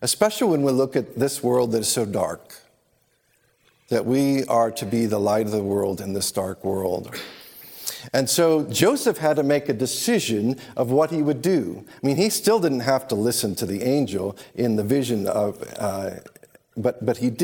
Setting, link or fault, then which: setting, large echoing room